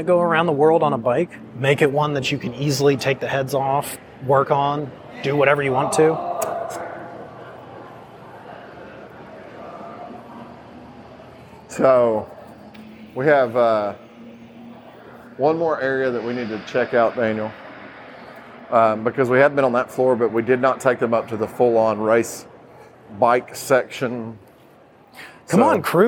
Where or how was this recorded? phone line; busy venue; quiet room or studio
busy venue